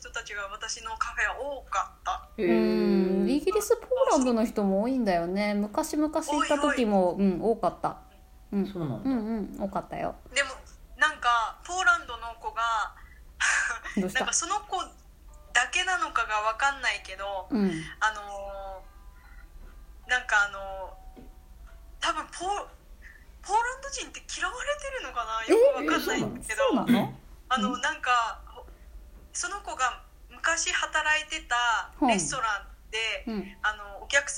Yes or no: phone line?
yes